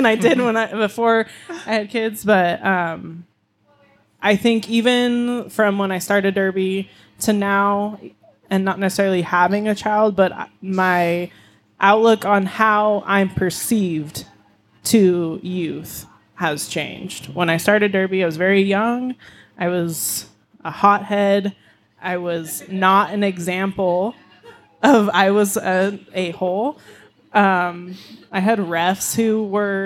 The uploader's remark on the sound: This episode was recorded in front of a live audience at Black Rabbit Mead in Reno, Nevada on July 27, 2023.